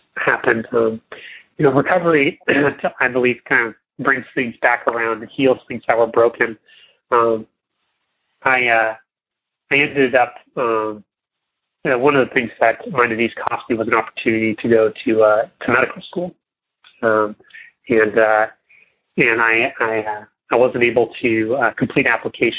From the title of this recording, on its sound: Monday Noon Phone Speakers Series